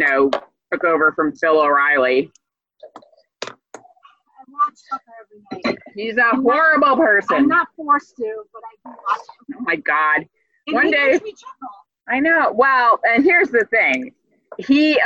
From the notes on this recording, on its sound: We apologize that the sound quality is a bit low. We were tring some different recording options.